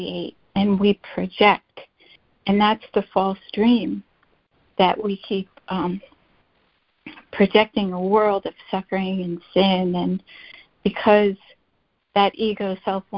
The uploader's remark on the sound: ACIM Daily Conference Call